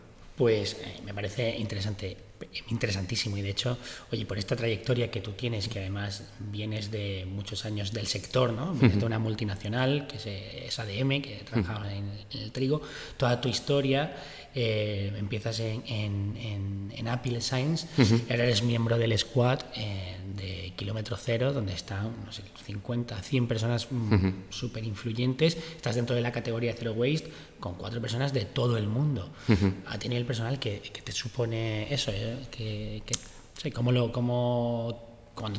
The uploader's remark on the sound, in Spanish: Capítulo especial grabado en Ftalks. Evento realizado los días 20 y 21 de octubre de 2022 en Valencia.